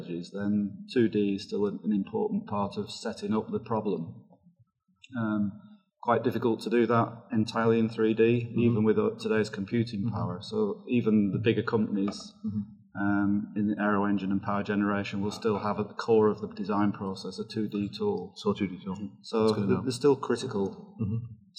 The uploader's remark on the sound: Live From the 2019 ASME Turbo Expo. Live at the 2019 ASME Turbo Expo in Phoenix Arizona.